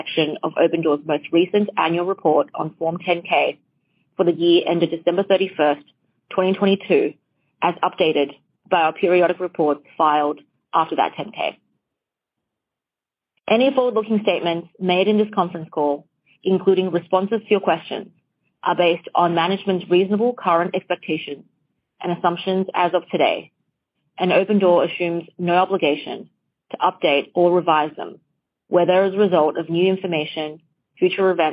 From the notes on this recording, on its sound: Recording of Opendoor's Second Quarter Earnings Conference call